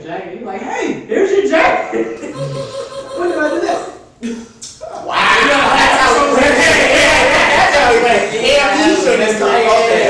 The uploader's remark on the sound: HUGE SPECIAL THANKS TO EVERYONE WHO CAME OUT FOR THIS EPISODE!!!